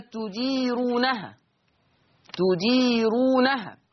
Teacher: هذه الراء مرققة تديرونها لأن الراء مضمومة ومسبوقة بياء مادية